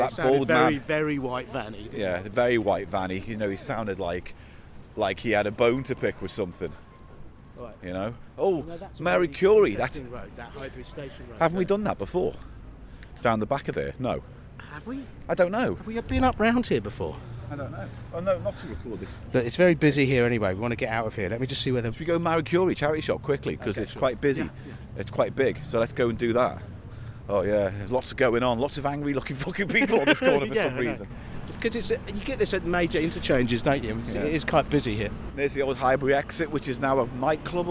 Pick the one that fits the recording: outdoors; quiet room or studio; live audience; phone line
outdoors